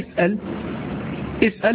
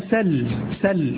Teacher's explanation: اسأل هذا بثبوتها، ها، كما فيه فاسألوا، لكن هنا سل، سل بحذف الهمزة